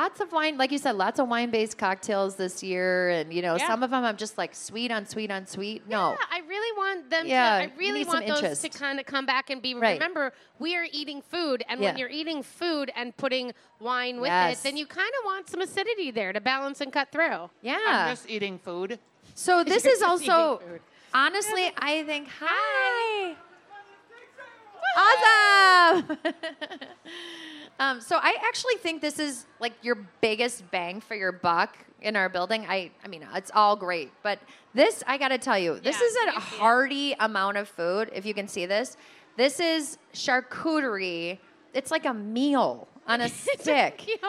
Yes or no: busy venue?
yes